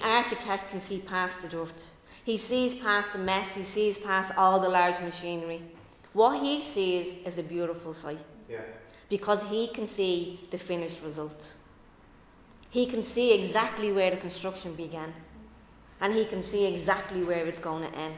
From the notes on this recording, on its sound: Recorded live in Liberty Church on 5 June 2022